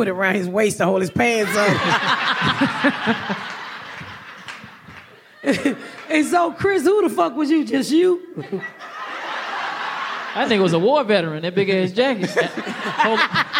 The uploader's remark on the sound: Joining us live on the stage